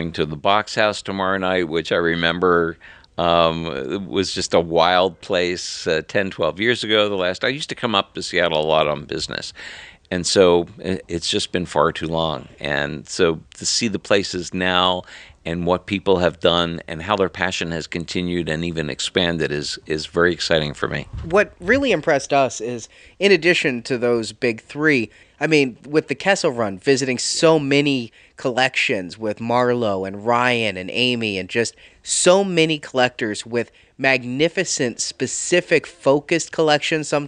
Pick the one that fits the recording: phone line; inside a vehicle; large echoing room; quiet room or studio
quiet room or studio